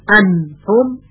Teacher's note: پس اگر بگوییم انتم اظهار کنیم، این غلط هست، چون سر زبان به مخرج نون برخورد کرده و نون اظهار شده